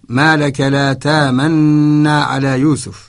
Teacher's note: قرأها بالإدغام بدون روم ولا إشمام